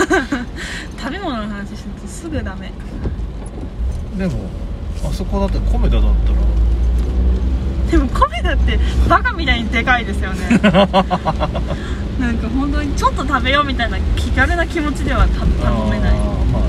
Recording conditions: inside a vehicle